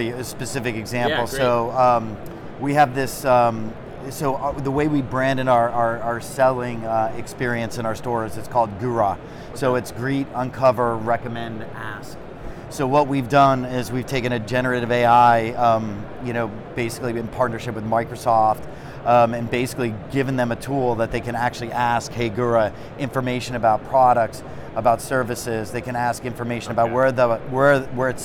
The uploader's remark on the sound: Live From NRF 2024